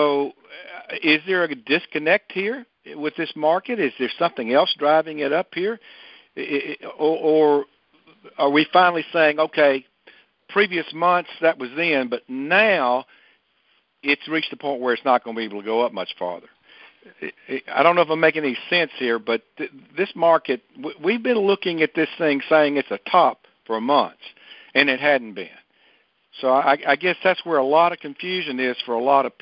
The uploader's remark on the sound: Monthly Conference Call.